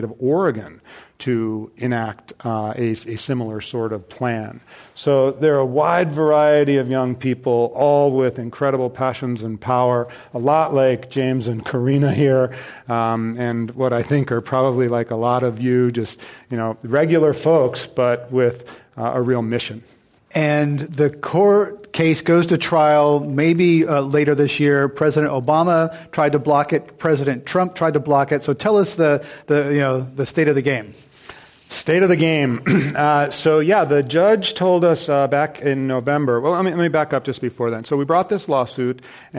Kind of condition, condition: setting, live audience